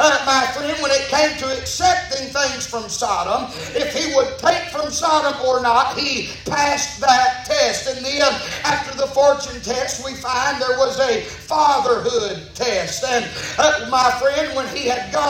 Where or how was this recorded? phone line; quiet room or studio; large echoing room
large echoing room